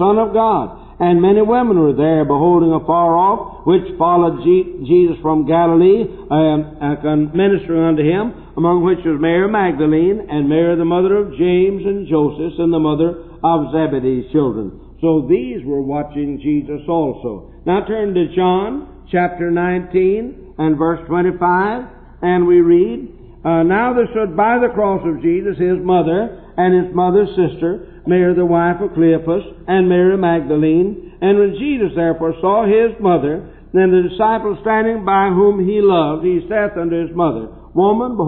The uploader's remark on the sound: preached this message at Temple Baptist Church in Portsmouth Ohio in the 1960's